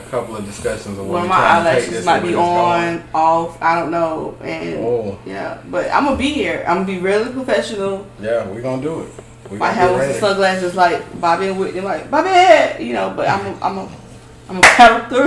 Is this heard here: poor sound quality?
yes